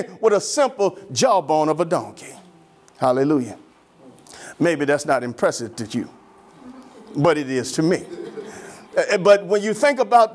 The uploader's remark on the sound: Sermon preached from Wesley AME Zion Church.